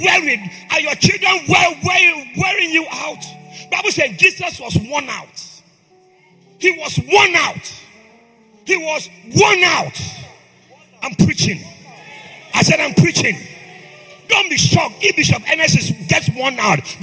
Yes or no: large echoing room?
yes